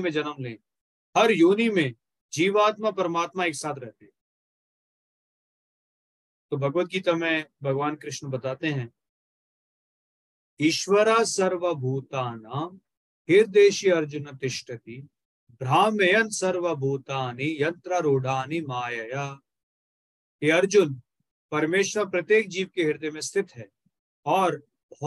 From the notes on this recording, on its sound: Zoom recorded session.